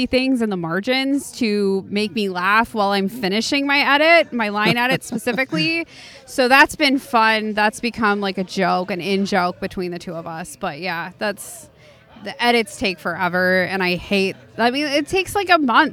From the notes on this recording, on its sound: Pharmhouse Wellness Art Market. If you were in Grand Rapids. 6 interviews conducted outdoors at my booth. If you hear people in the background, that's just the toke tent folks having fun.